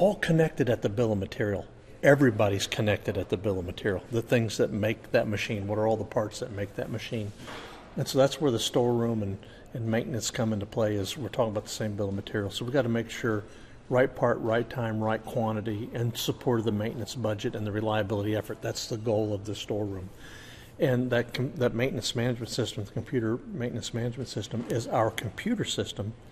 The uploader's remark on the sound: From Reliable Plant Conference 2023